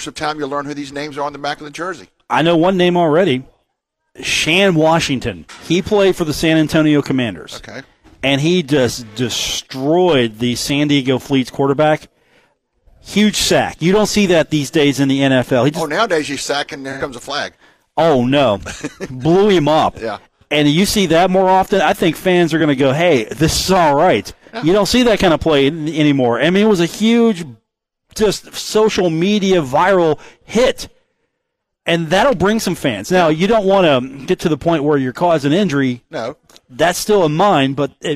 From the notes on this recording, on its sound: broadcast live on the road from The Union Pub and Grill in Huntington, West Virginia.